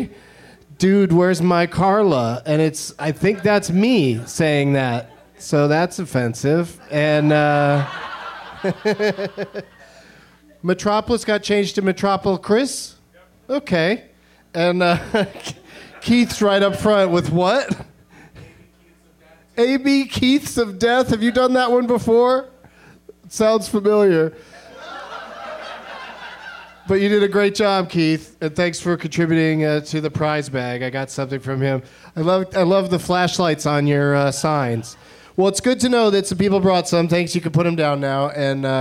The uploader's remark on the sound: Live from Austin's Fantastic Fest